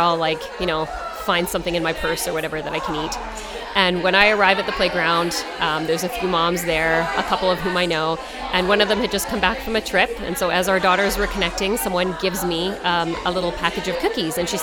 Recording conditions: busy venue